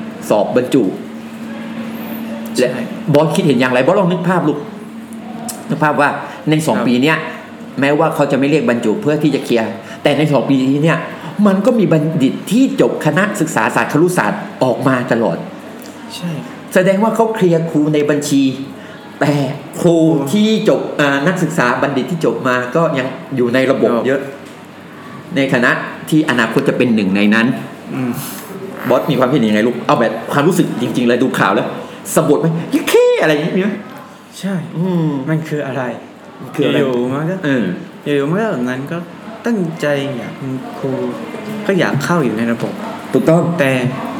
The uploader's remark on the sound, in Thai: ตอนบันทึกฝนตกหนัก อาจได้ินเสียงฝนหนักหน่อยนะครับ.